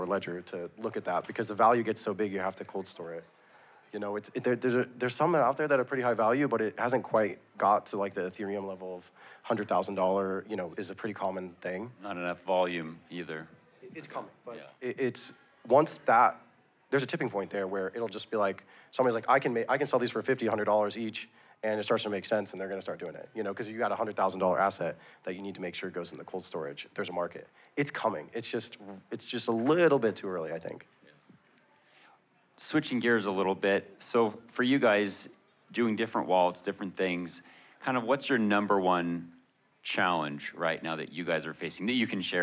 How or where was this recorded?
live audience